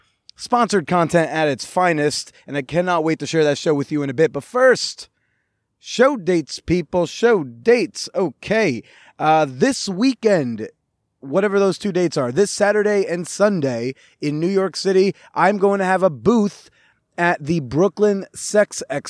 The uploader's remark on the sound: I spent a weekend in paradise at the hot couples-only clothing-optional resort in Cancun, Mexico. We sat outside my beautiful oceanside suite.